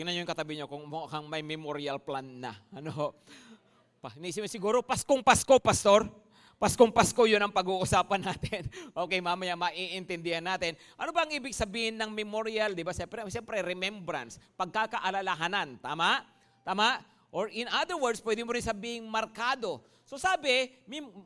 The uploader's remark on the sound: At Grace Testament Church's 5:30pm service.